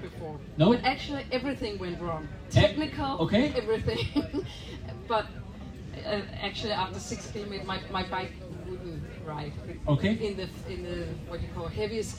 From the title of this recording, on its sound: IM Cph 2023 - Live on Stage